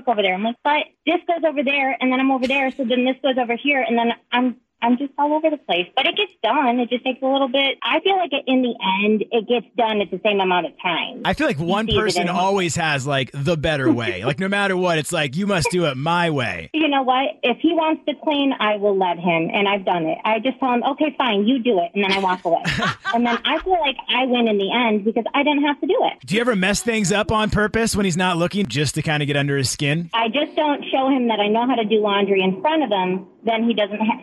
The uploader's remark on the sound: asked listeners to call